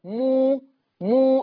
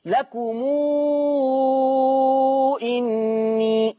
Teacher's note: صلة الميم يعني توصل بواو، تقولها واو